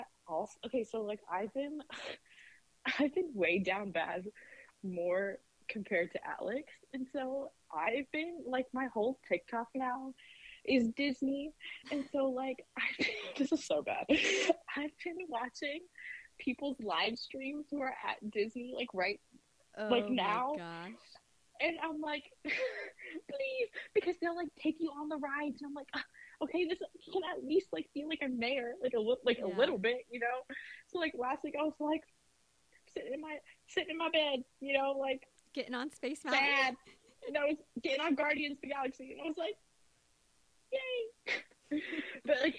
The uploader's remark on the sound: We tried a new method of recording remotely. It is still not perfect.